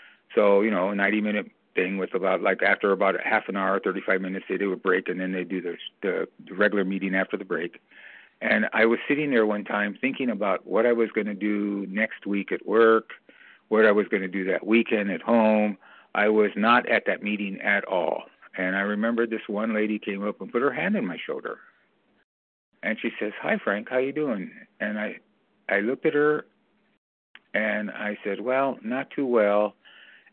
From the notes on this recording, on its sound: from the 100 Pounders Phone Meeting, 1/27/23